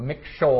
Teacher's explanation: So McShoal, that's how that's pronounced. And the emphasis is on the last syllable, so you'll know how to pronounce it.